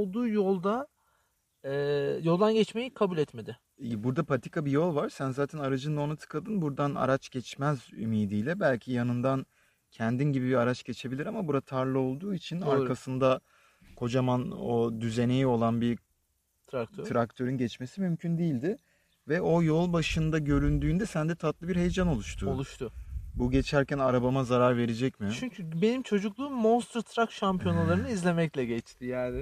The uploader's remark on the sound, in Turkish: Özür dileriz: Bu bölüm açık havada sert bir rüzgar altında çekildiğinden ötürü bazı yerlerde yoğun bir arka plan sesi içermektedir.